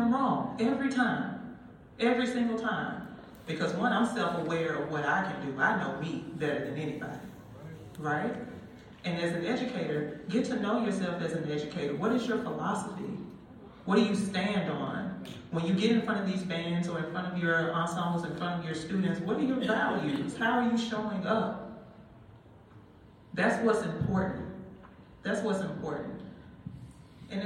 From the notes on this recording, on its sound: A recording of our panel discussion from the 77th Annual Midwest Band & Orchestra Clinic.